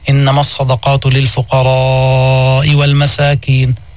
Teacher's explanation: إنما بقدر 4 حركات أو أكثر من ذلك على حسب القراءة · Term: مد متصل